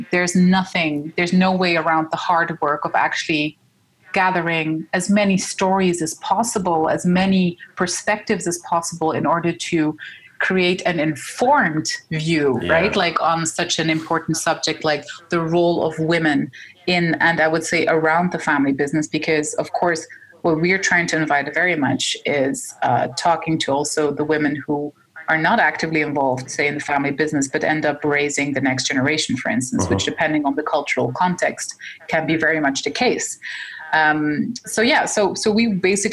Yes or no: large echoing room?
no